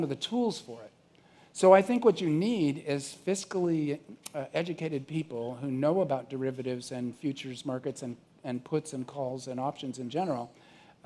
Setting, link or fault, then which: setting, busy venue